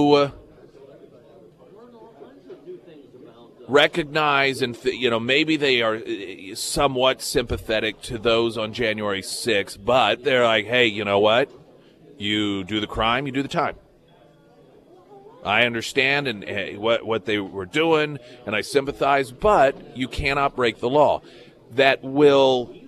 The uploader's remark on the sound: live at Scramblers Diner